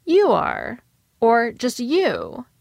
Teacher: But he wouldn't say, ya are, or ya. This context calls for stress on you, and the weak form isn't suitable for that. · Term: strong form